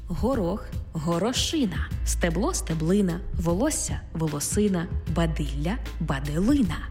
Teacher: В іменниках, які позначають одиницю з певної множини, падає наголос на ина